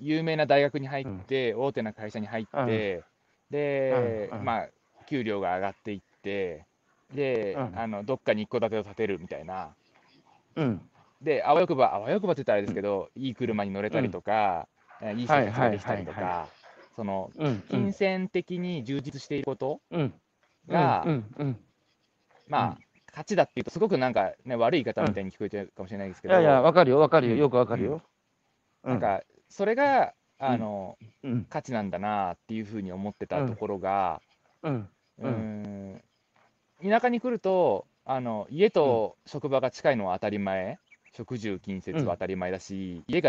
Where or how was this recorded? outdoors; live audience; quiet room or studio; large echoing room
outdoors